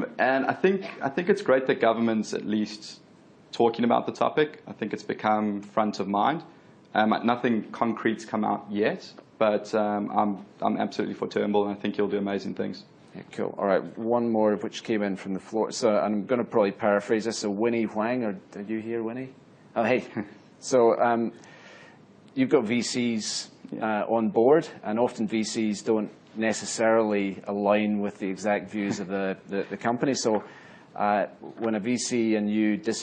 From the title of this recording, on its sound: Recorded at Innovation Bay Sydney breakfast event - 18 May 2016